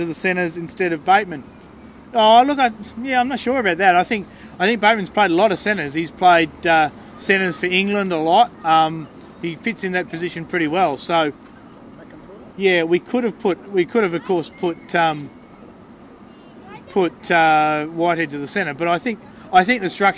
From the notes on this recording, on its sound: On location for The Greenhouse Live outside Brookvale Oval.